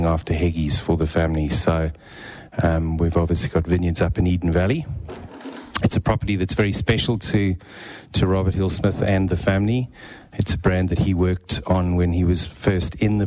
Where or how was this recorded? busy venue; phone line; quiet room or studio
busy venue